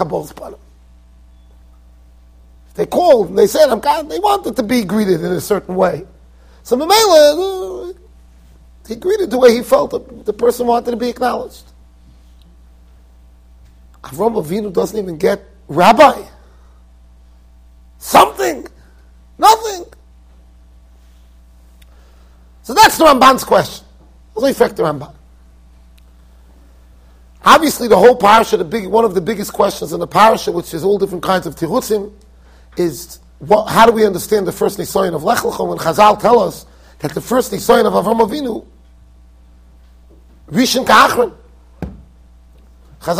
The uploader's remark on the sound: Shiur recorded in Yeshivas Ohr Reuven, Monsey NY.